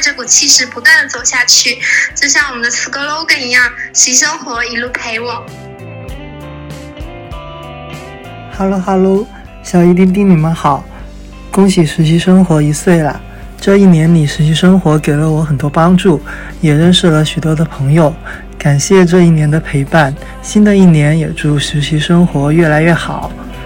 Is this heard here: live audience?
no